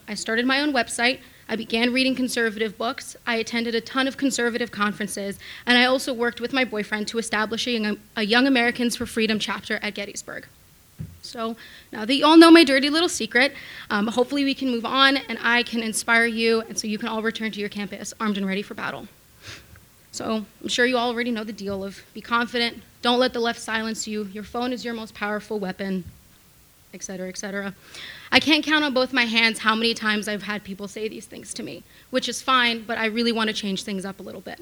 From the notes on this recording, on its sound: The panel presentation was recorded at CBLPI's North Carolina Women's Summit in Raleigh on October 1, 2016.